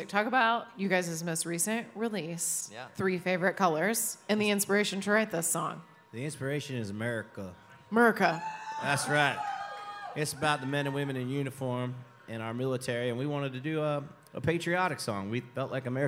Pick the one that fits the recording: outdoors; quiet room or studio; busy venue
busy venue